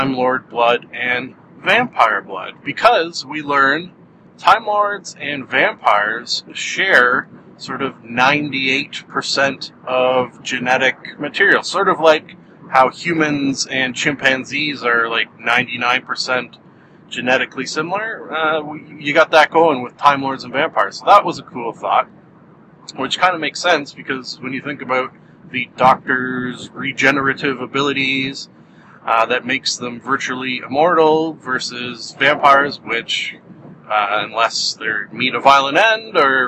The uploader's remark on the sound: I drive to work and record a podcast